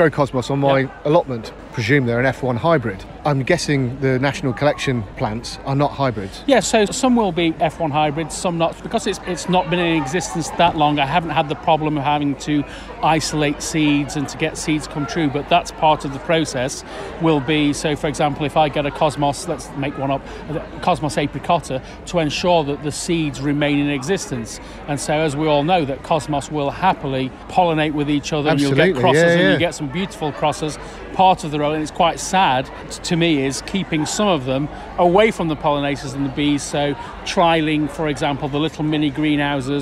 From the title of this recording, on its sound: at the Hampton Court Palace Garden Festival